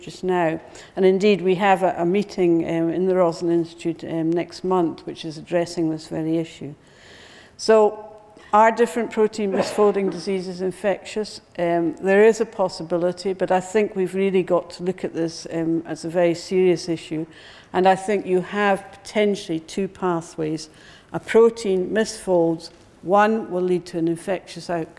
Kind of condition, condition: setting, large echoing room